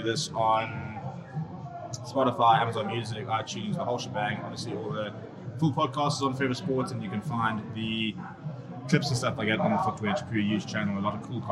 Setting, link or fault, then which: fault, background noise